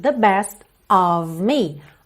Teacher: Então, como aqui há tempo e ela é realmente uma fala mais solene, então a gente tem the best of me. Of me, esse OF com som de OV, como você já sabe, e esse O também não é aquele O super desenhado of me, é of me, ok?